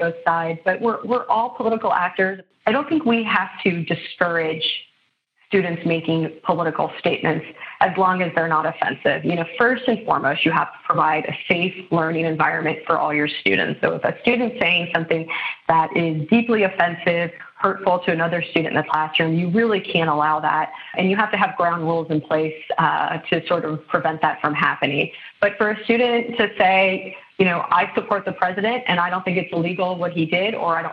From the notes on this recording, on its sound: This episode was recorded via phone.